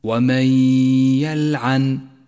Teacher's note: جاءت النون الساكنة وجاء بعدها حرف الياء، وهو حرف إدغام بغنة، والواجب هنا أن تسقط النون الساكنة من اللفظ تماما، لذلك لونت بالرمادي في مصحف التجويد إشارة إلى عدم نطقها. ثم نقف بعدها على حرف الياء بغنة زمنها حركتان من غير تشديد · Term: الإدغام بغنة